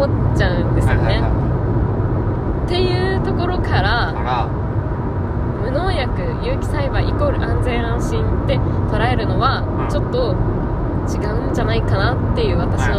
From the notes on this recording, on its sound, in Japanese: 車の中で収録してます！騒音うるさいかも！ごめんなさい！